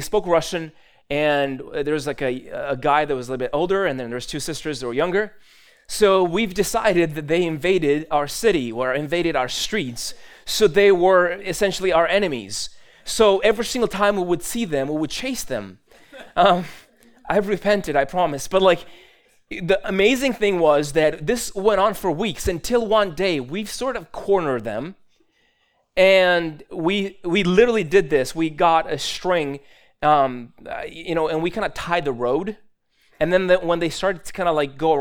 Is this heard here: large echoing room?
yes